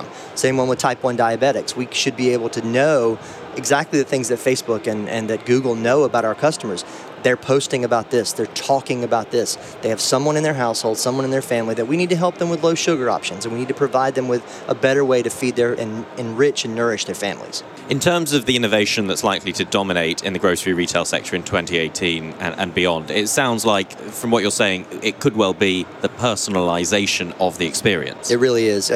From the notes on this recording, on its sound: recorded at NRF Big Show 2018